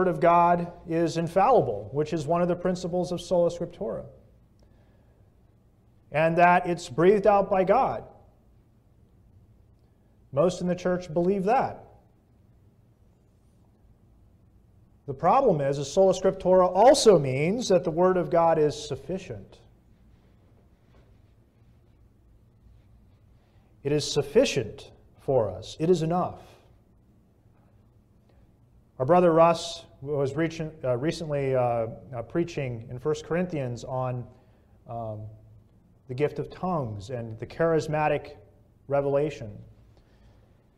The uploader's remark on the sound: This message was preached at Bethel Community Church, Sarasota, FL